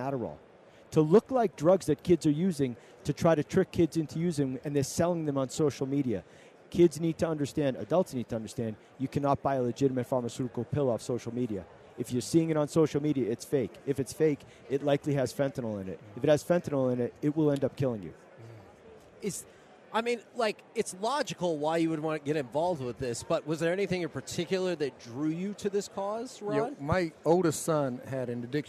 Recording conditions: busy venue